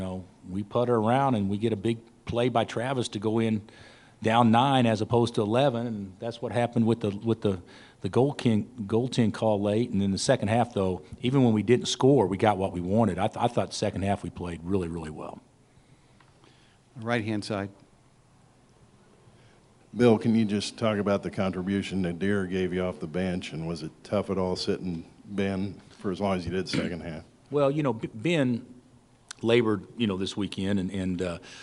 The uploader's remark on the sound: Press Conferences & Post-Game Interviews